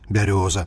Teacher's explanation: мяккая р, як і паўсюль у паўночна-ўсходняй беларусі